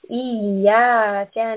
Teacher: This is iyaka, two-count med. Make sure you are pulling this ya.